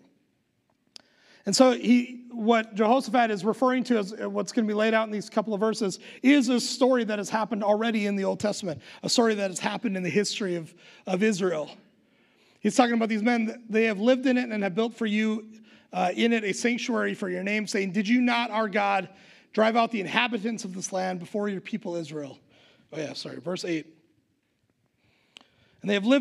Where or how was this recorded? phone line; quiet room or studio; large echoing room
large echoing room